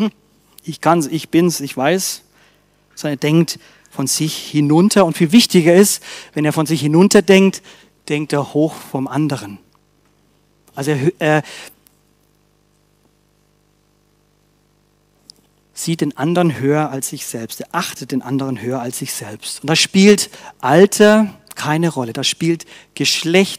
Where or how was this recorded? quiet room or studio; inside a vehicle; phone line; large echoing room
large echoing room